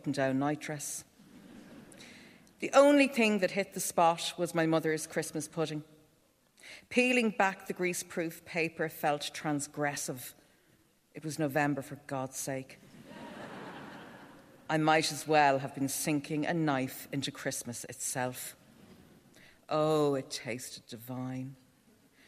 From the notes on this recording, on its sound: all recorded at the National Concert Hall